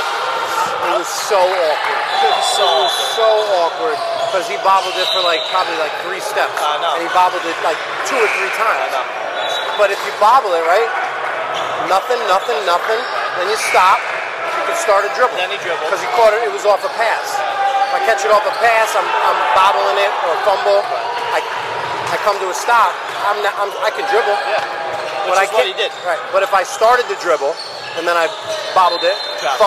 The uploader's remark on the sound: Live from: House of Sports